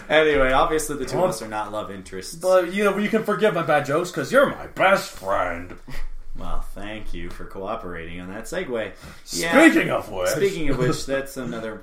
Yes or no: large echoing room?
no